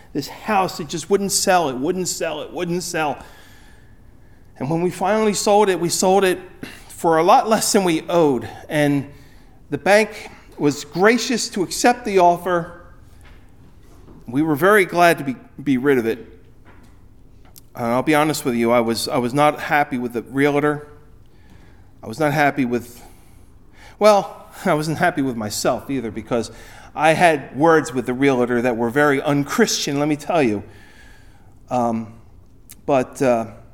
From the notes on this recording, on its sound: Recorded at Ebenezer UMC on February 25, 2024